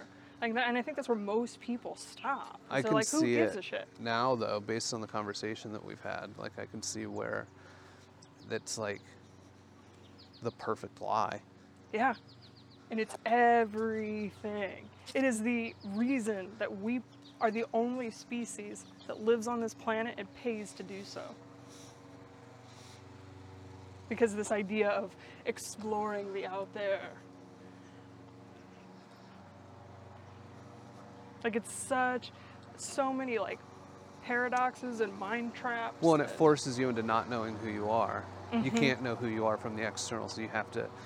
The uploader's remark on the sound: Listen in as we walk and talk.